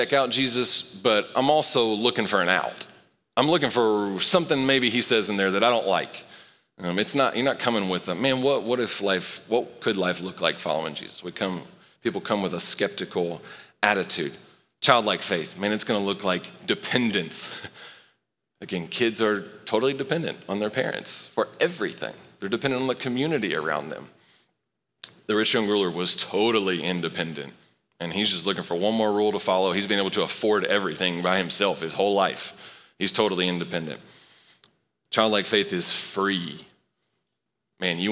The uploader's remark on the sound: Recorded live at Long Hollow Church on May 30, 2023.